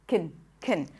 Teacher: So actually, what you hear is a very short small sound between the k sound and the n.